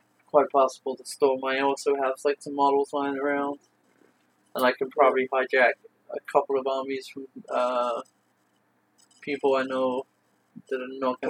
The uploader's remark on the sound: The audio quality isn't as good in this episode due to using a single mic on site after playing multiple games.